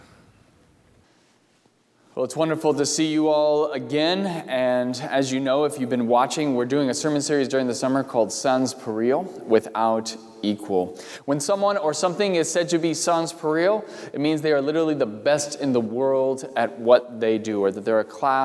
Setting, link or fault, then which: setting, large echoing room